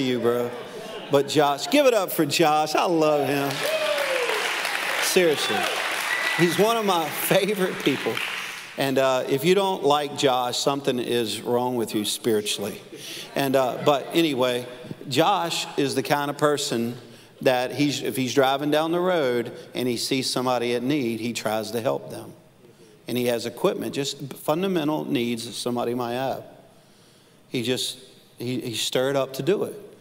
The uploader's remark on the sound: Live at NLC Conway - July 12, 2020